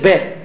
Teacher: فإذا أردت أن تميلها فعندما في أثناء فتحك لفمك تميله قليلا نحو الكسر، فبدل أن تقول ب تقول ب، فلا تتلفظ بالكسرة وإنما تتلفظ بالفتحة وتشبعها شيئا من الكسر · Term: الإمالة